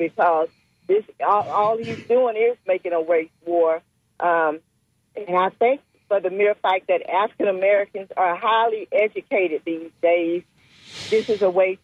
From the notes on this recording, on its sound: unique magazine format call-in show